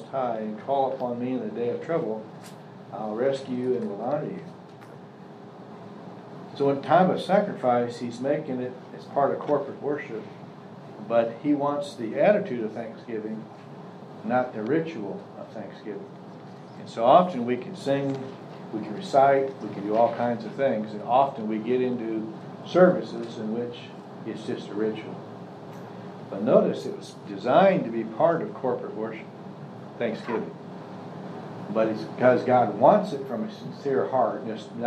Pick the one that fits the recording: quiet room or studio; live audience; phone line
live audience